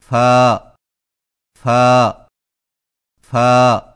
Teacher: فا کی ادائیگی میں ثنائے اولیہ کے سروں کو نچلے ہونٹ کے گیلے حصے پر لگا کر باریک آواز میں پڑھیں